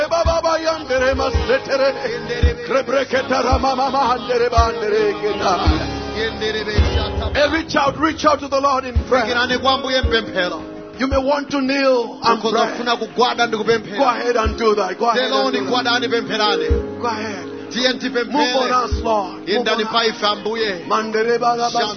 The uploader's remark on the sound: Preached at the Encounter Service at Word Alive Blantyre City Church on 29th January 2023